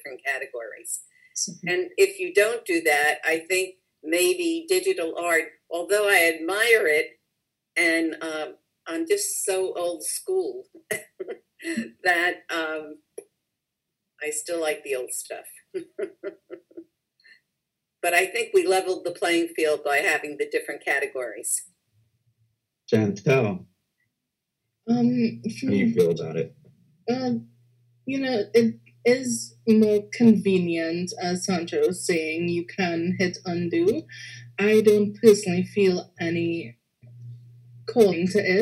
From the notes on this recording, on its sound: Seven Zoom panellists gently pass the conversational ball back and forth. Edison Public Library ; a town with the motto “Let There Be Light”, hosted the live-streamed event in the early hours of a quiet, dark London night in March, contrasting with the bright, sunny Edison evening, slipping into twilight, Eastern Time.